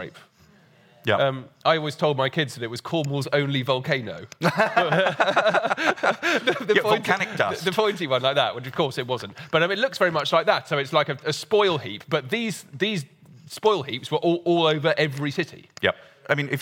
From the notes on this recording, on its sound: In a special live episode